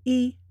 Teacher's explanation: when you are counting, as in 1, 2, 3, yi, er, san, it is always pronounced with a first tone